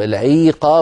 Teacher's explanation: صارت العين كأن بعدها يا · Term: إشباع الحركات